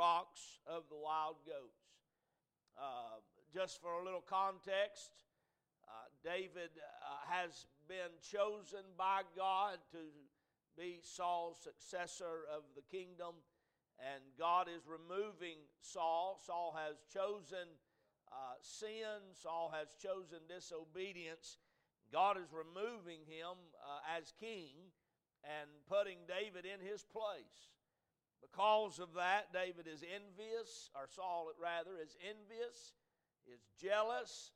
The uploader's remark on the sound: A message preached at Crossroads Baptist Church